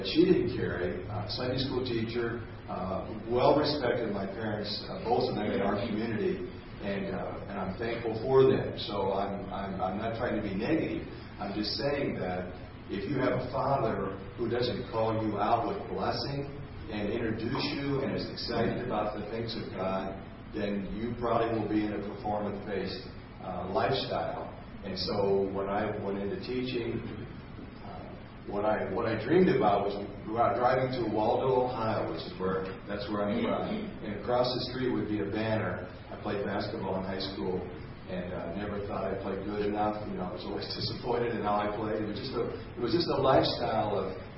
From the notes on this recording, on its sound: This testimony was given at a Christ is Life Conference at Vineyard Christian Fellowship, Bellfontaine, Ohio